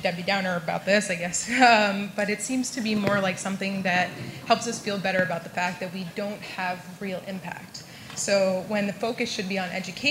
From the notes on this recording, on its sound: StarTalk Live! at the Apollo. StarTalk’s night at the historic theater in Harlem concludes with some surprises.